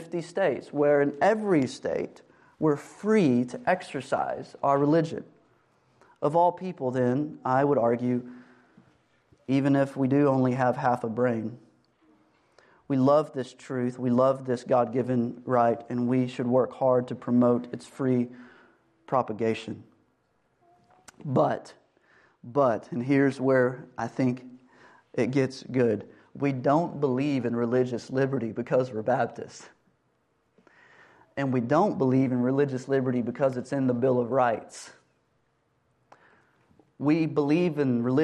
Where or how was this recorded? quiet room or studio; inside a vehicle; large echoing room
large echoing room